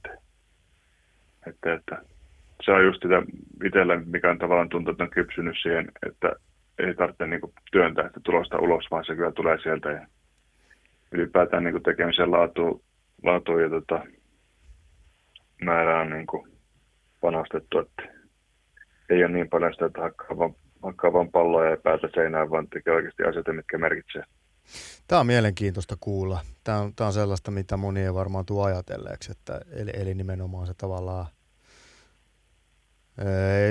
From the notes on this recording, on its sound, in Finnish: Puhelinhaastattelussa